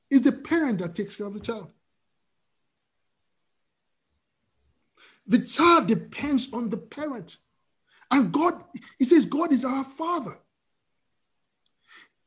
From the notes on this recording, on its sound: We are on Zoom now. Starting Today, Princeton FTLW Church will be having our Sunday services on Zoom.